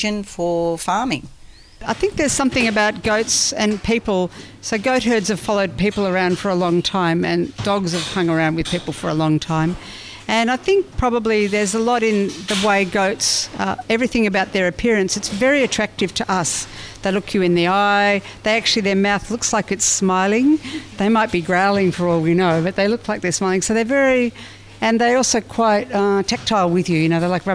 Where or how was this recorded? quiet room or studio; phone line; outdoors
outdoors